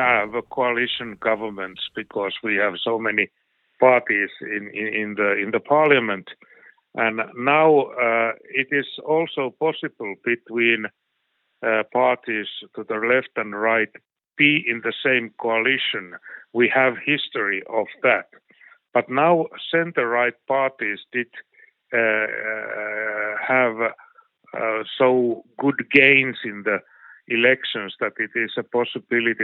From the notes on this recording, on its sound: The interview was conducted. Via phone.